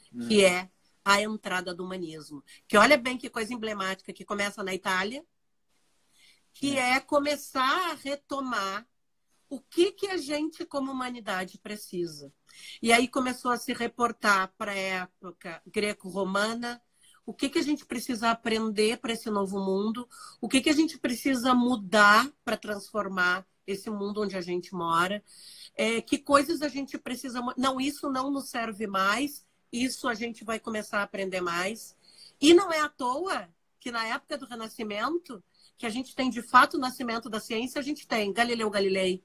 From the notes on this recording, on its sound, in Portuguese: em uma live no instagram